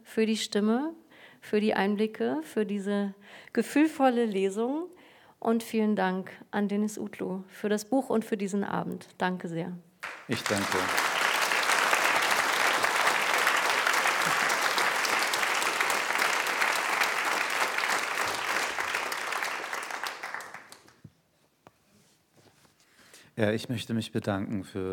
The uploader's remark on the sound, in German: Live im Haus des Rundfunks. Live-Lesung.